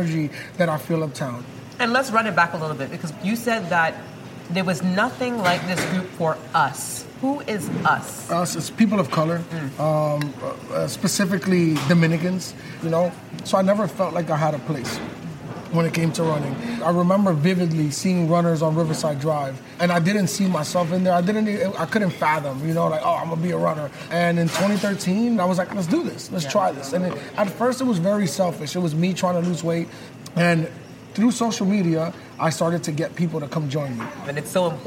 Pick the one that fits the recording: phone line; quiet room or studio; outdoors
outdoors